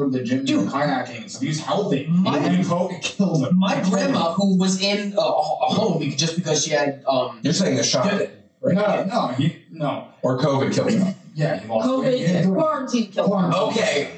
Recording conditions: poor sound quality